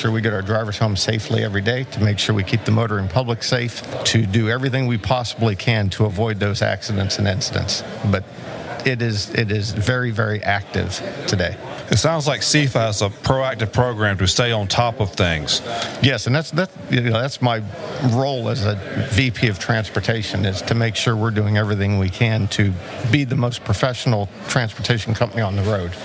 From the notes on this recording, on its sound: This podcast was recorded at the 2021 Annual Meeting of the South Carolina Trucking Association in Myrtle Beach, SC.